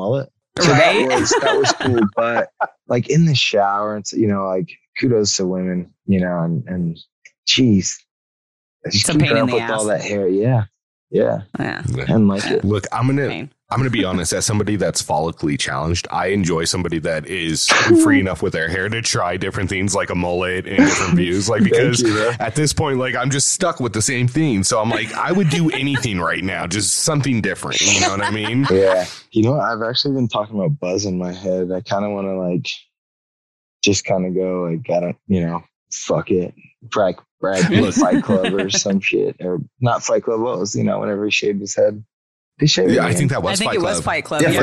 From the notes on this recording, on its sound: stops by our zoom room